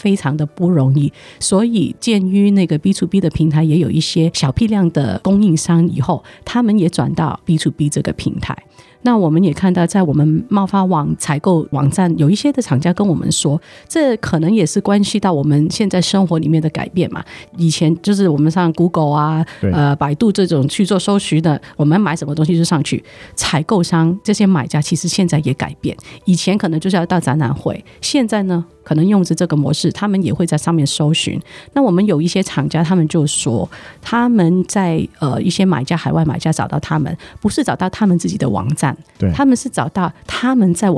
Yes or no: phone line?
no